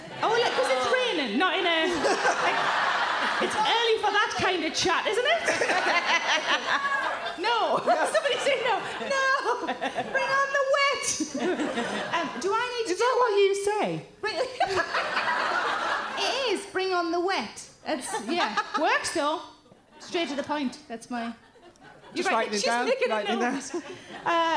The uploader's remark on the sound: Recorded at the Leicester Square Theatre, London on June 27, 2017.